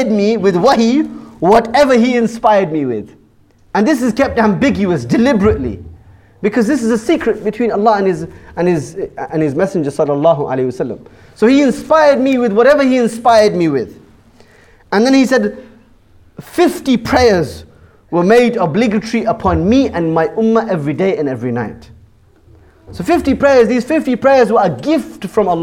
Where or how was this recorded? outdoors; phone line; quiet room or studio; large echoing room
large echoing room